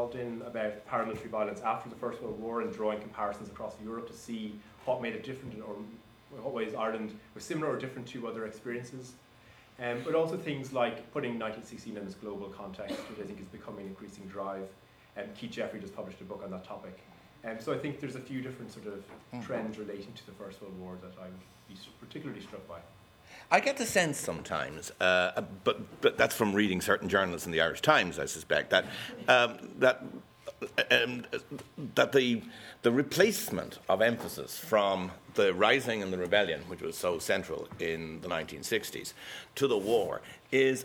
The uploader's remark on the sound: The Launch of 'Trinity in War and Revolution 1912-1923' was preceded by an expert panel discussion in the Printing House, Trinity College Dublin, at 6.30pm on Monday December 7th 2015.